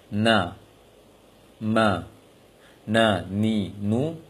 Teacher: ketika mim dan nun yang berharokat, mim dan nun berharokat. Walaupun antum tidak mensengajakan dengungnya, gunahnya, dia akan bawa sendiri, terbawa sendiri. · Term: sifat gunah